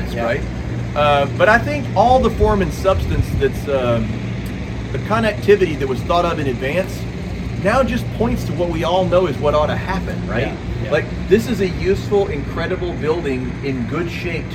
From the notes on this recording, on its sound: Exclusive, on-location StoryBoard 30 episode that includes the full press conference held on the north steps of the Mid-South Coliseum.